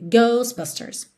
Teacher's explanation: a gente não está pronunciando o T do meio